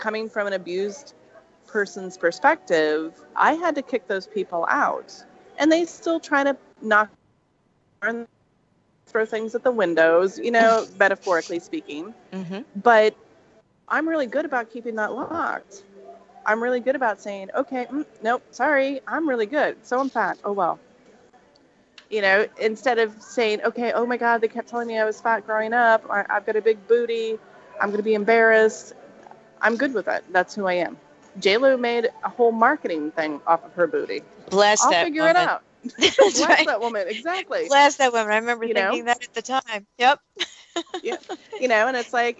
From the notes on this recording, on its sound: Please excuse the background noise.